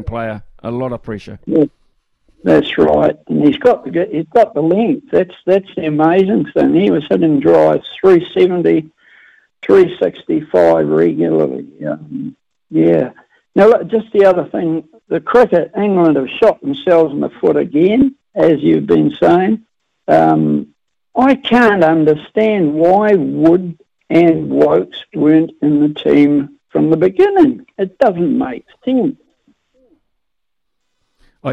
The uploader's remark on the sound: Opens the phone lines.